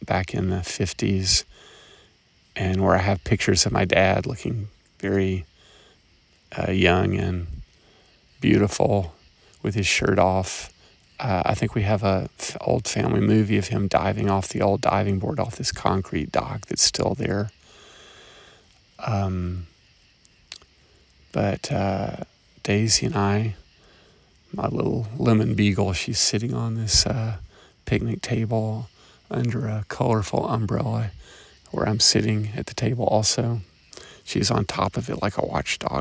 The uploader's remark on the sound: Observations and reflections at 3am, walking around Camp Swann in Grundy County, TN.